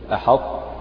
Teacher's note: فتنتبه لترقيق الحاء من أحط يعني بحيث لا يطغى تفخيم الطاء على ترقيق الحاء